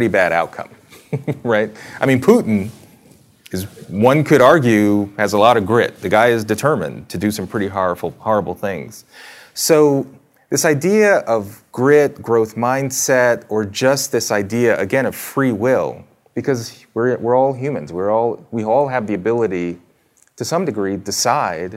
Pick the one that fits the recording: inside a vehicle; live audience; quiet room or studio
live audience